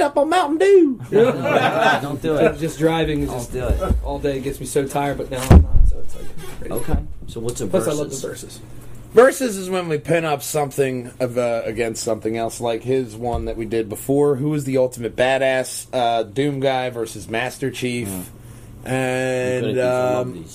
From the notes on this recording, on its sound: we joined together at the Game'n DVD Exchange to do a live podcast